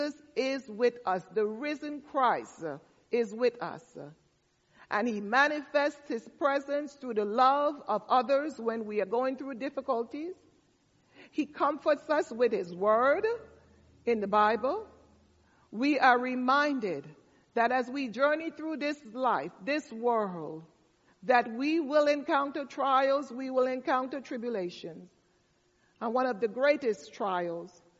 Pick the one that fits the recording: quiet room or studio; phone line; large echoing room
large echoing room